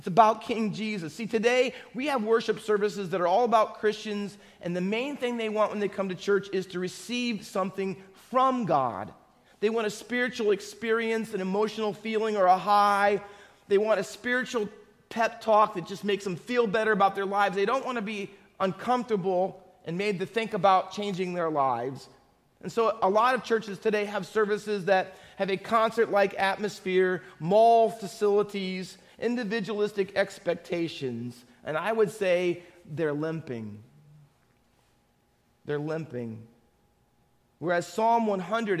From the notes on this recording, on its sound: Faith Baptist Church in Hamilton, NJ.